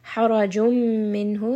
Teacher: So we are going to merge this together. And it is going to have ghunna, meaning it is going to go up into the nose · Term: idgham with ghunna